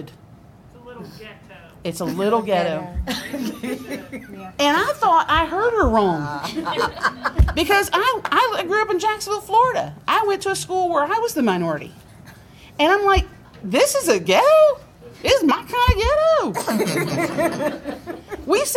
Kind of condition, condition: setting, busy venue